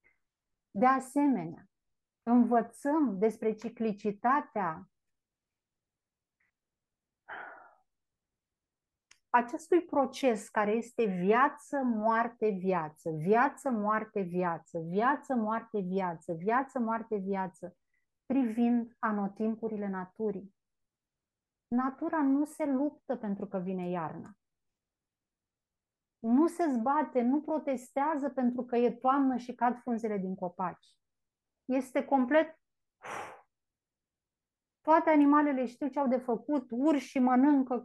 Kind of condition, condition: link, video call